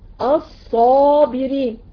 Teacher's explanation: كان عندك حرف مفخم فخمتيه الصاد والالف، الالف تتبع ما قبلها